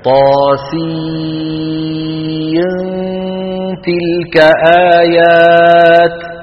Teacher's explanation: نخفي النون عند التاء